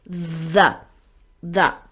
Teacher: la fricativa dental sonora, que lo que haces es poner la lengua entre los dientes. Es por eso es dental, interdental, es da, da.